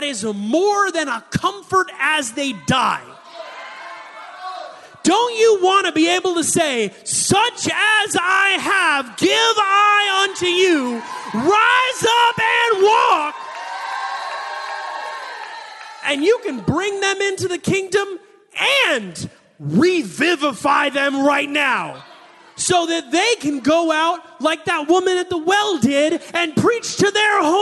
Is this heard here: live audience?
yes